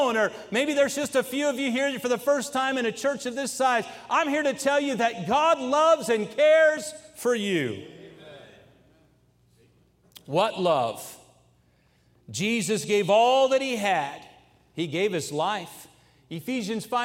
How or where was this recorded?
large echoing room